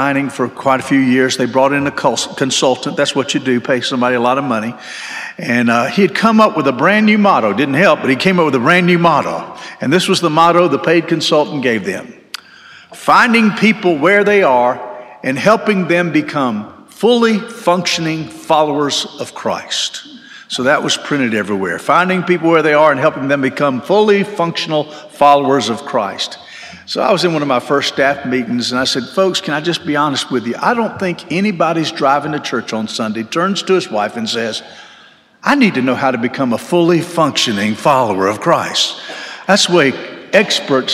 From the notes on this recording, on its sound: This sermon was delivered on March 12, 2023 at First Baptist Church Hendersonville, NC.